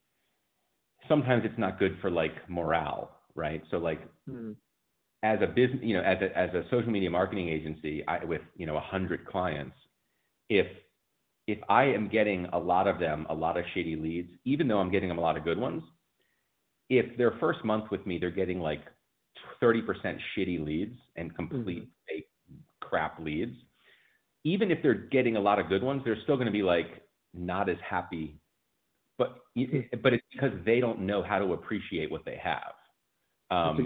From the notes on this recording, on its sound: Recorded phone call. I did a phone call with someone who wanted to know how to get leads for his roofing company.